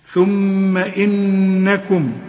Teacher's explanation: هتغن الميم وهتغن النون، والغنة قد بعض، والغنة بمقدار ثانيتين أو حركتين